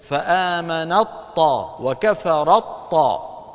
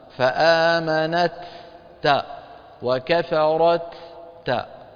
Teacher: والتاء كذلك منفتحة مهموسة، والطاء مجهورة. فلما نصل ندغم التاء في الطاء فيصير النطق بطاء مشددة ولا يبقى من التاء شيء · Shown in: first take · Term: إدغام متجانسين